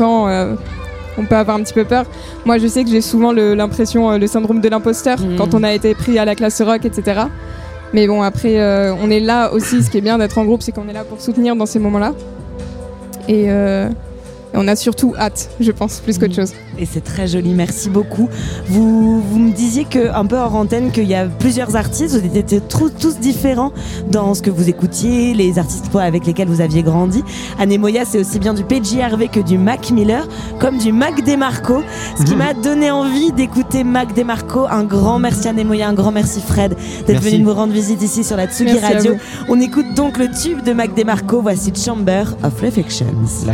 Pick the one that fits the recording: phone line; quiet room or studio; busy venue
busy venue